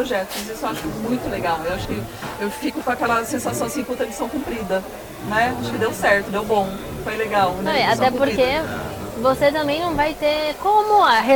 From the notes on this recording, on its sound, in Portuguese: episódio gravado durante o XVIII festival nacional do cavalo brasileiro de hipismo